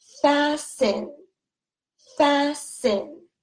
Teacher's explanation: It is spelled F A S T E N. Notice that the T is silent. We do not pronounce the T sound. So this word is pronounced fasten.